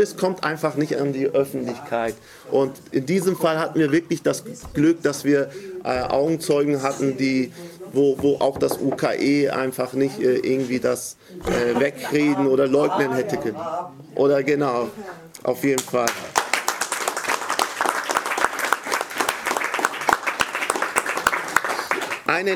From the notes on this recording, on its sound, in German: Dies ist ein Mitschnitt von der Informationsveranstaltung der Black Community Hamburg